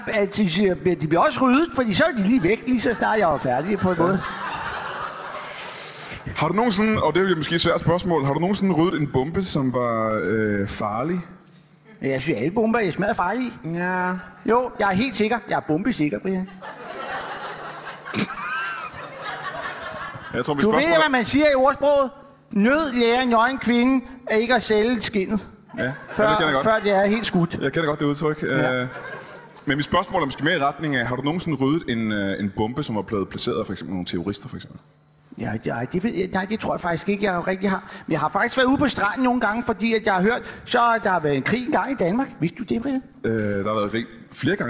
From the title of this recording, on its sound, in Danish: LIVE fra Skive Teater